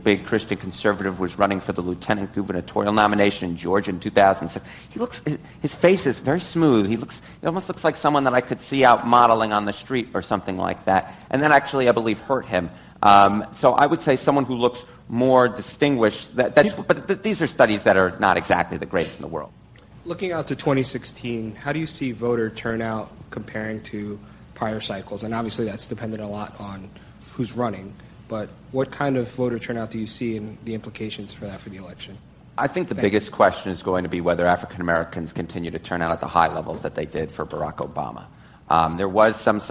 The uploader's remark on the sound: as part of an Advertising Week panel